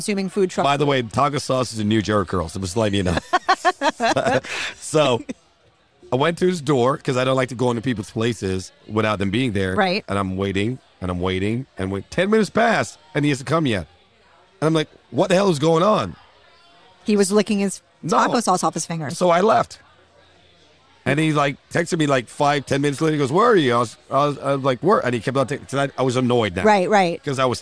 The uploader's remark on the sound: Recorded at American Social Las Olas